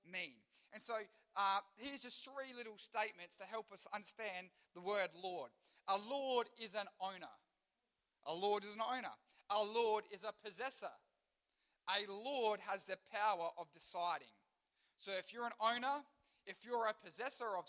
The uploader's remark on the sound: Recorded live at One Youth (One Heart Church, Port Lincoln) on the 26th of March, 2023.